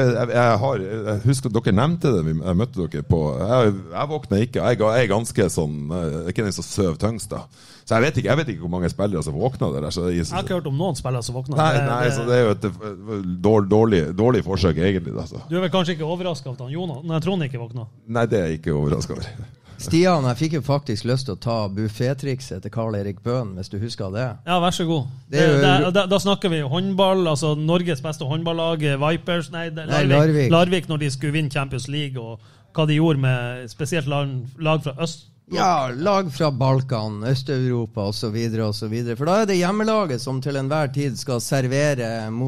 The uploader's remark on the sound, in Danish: Live fra Sportsbaren. Ny livepod fra Sportsbaren.